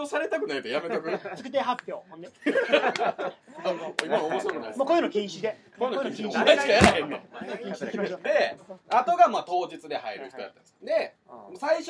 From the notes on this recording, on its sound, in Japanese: 公開収録〜。